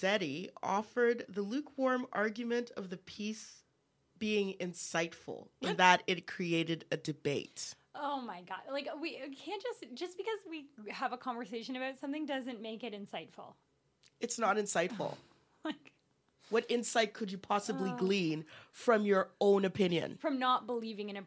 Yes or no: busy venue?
no